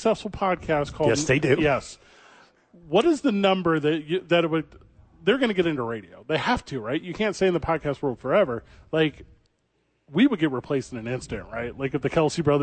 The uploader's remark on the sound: Live from Dreamstyle Remodeling helping the homeless.